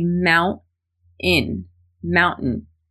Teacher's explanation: As an American, I use a glottal stop in mountain.